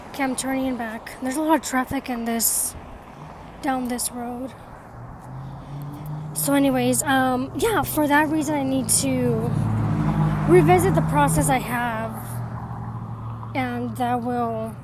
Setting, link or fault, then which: setting, outdoors